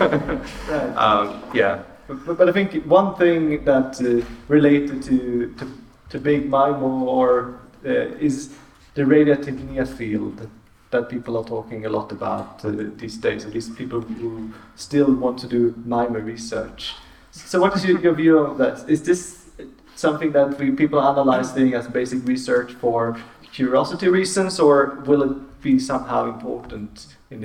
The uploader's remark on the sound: Live Podcast. A live recording from the Wireless Future Symposium. A panel of experts answered questions that we received on social media.